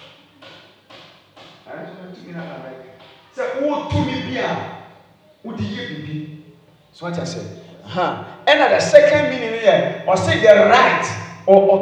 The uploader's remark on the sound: preached at the Revival Hour Service on 4th November,2020